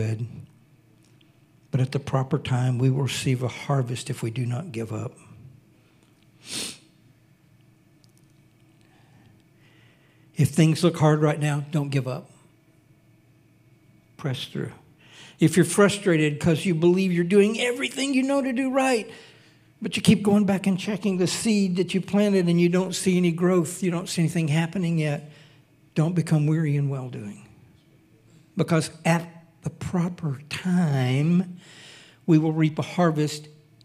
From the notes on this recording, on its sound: Recorded sunday evening service